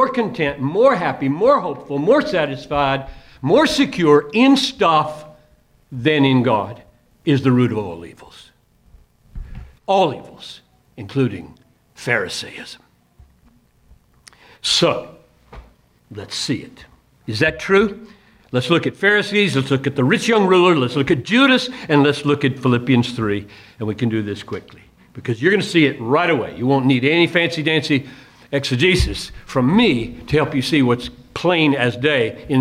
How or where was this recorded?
large echoing room